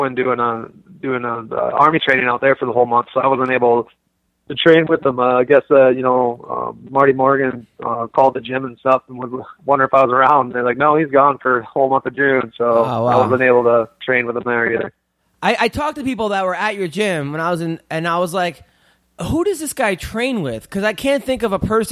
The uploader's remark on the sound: call into the podcast